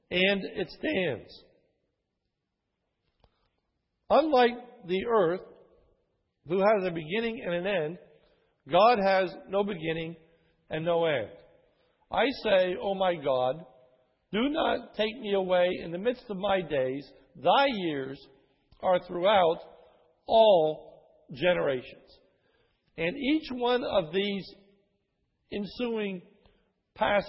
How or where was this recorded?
large echoing room